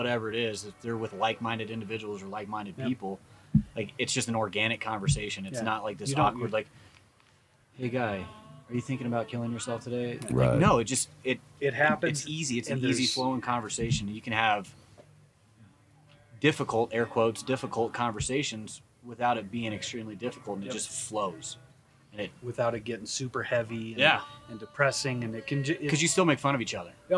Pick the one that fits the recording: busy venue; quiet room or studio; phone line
busy venue